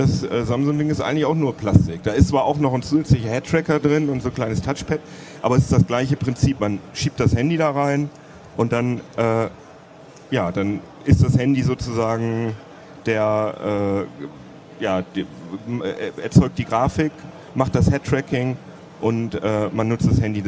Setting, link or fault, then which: setting, busy venue